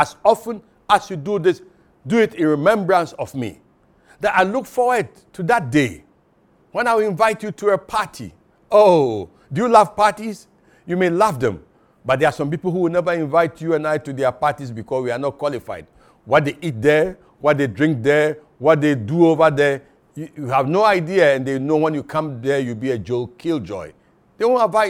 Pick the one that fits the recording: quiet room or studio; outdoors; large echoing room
large echoing room